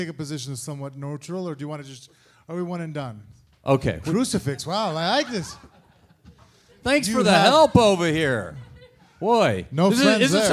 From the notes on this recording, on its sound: Live on stage. Live in Las Vegas. For a wild on stage collaboration!